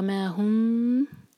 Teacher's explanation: آگے ہے وما ہم، ایم ٹی میم کے بعد با اخفاء شفوی، میم پر ٹائم دیں گے اور ہونٹوں کو کس کے پریس نہیں کریں گے، ہلکا سا ٹچ کریں گے